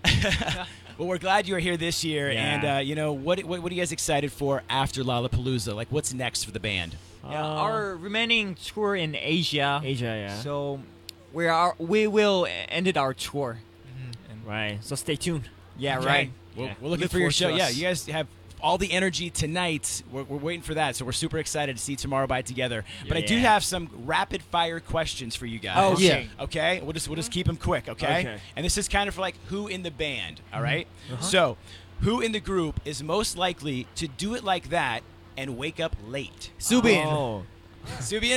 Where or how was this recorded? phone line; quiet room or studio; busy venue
busy venue